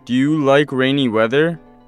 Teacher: pay attention to the rising intonation of yes-no questions, do, does.